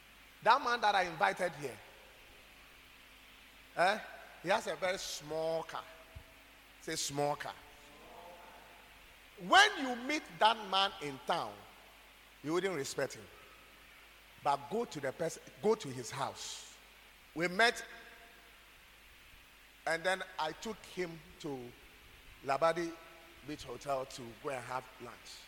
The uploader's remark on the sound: preached at God's Haven Ministries, The Purpose Assembly on Sunday 16th July, 2023.